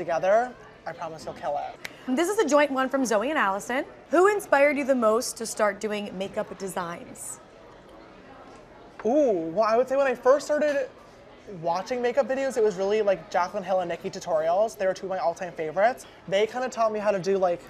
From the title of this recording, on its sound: Q&A with fans at the Sugar Factory in New York